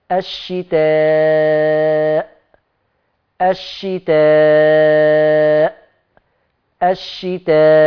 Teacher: الألف اتصلت بالهمزة في نفس الكلمة، فلذلك عرف بالمد المتصل الواجب الذي يمد بمقدار أربع حركات